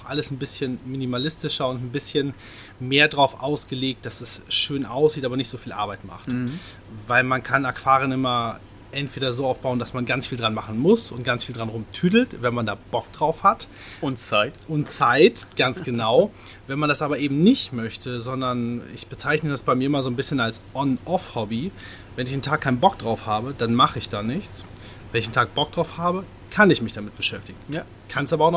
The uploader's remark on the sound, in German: Wir nehmen in einem Geschäft auf, somit ist der Sound nicht Ideal, das Rauschen kommt von einem sehr schönen Aquarium.